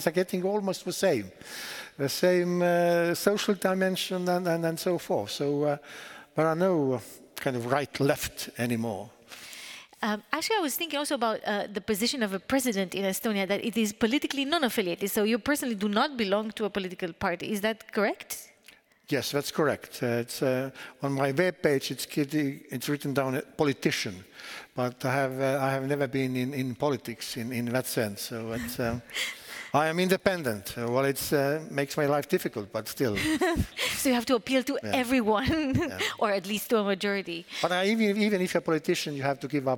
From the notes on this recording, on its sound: The evening was held at the Lund University Aula and ended with a Q&A with the audience.